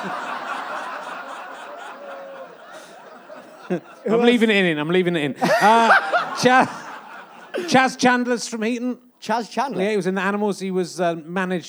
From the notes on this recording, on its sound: Leicester Square Theatre Podcast - Yorkshire Fringe. Here's a little bonus podcast for you, recorded at the end of July at the Great Yorkshire Fringe.